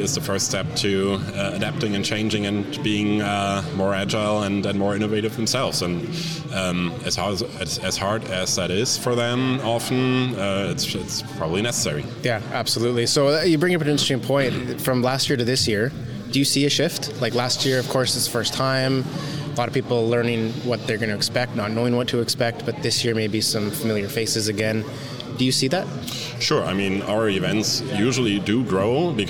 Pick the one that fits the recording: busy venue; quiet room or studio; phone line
busy venue